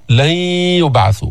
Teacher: النون الساكنة اللي بعدها ياء إدغام ناقص، إدغام غير محض، يعني بيبقى صوت الياء ولكن مع الغنة